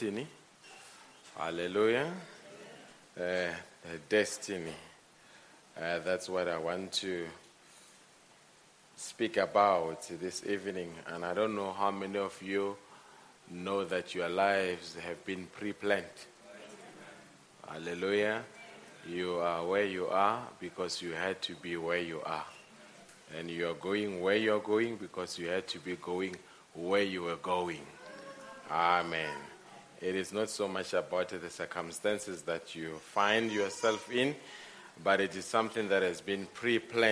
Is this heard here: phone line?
no